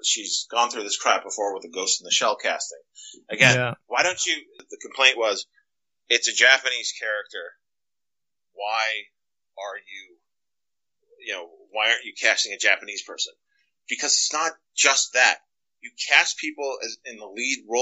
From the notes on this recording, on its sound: Technical issues with audio, apologies